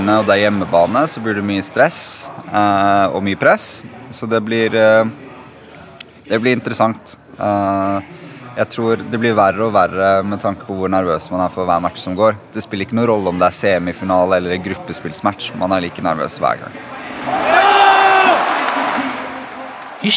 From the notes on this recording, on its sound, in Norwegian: I bakgrunnen lyder brølene til tusenvis av ivrige fans. De er alle samla i en baskettballarena i New York.